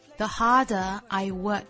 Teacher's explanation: 重读呢在 hard 这个音节和 work 这个音节，所以它的节奏应该是 da da da da da, the harder I work, da